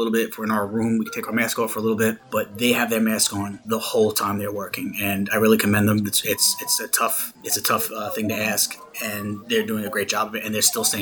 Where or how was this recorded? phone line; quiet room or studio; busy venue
busy venue